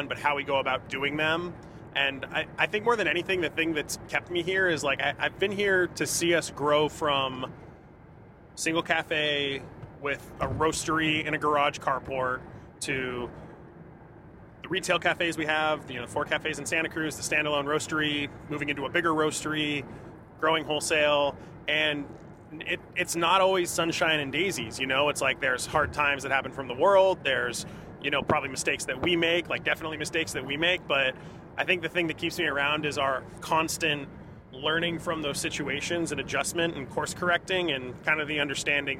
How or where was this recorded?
inside a vehicle